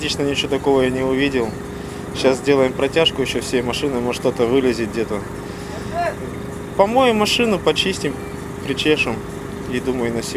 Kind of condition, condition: setting, outdoors